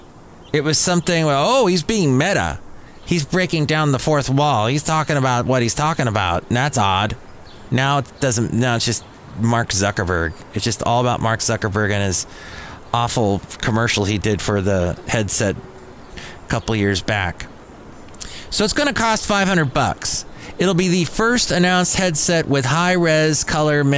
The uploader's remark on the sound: podcasts live from Café Anyway